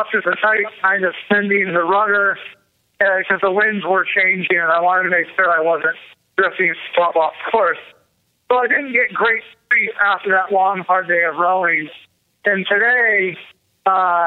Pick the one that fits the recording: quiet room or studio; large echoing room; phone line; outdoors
phone line